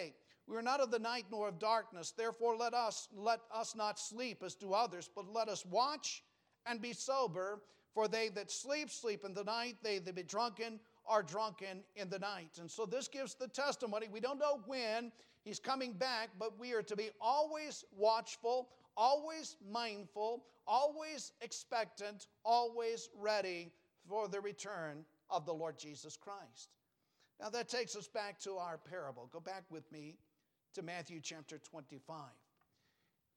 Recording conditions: large echoing room